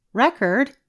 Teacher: When we stress the first part of the word, record, it is a noun.